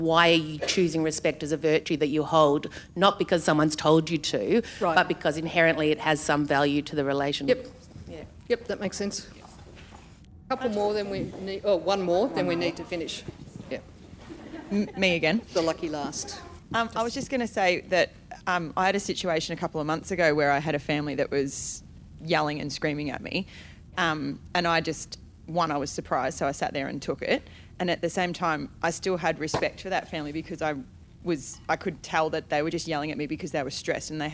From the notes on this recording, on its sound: In the closing plenary session of the 2019 National Children's Bioethics Conference